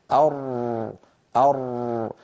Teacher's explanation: فلا الصوت قد انقفل تماما ولا المخرج أمامه مفتوح تماما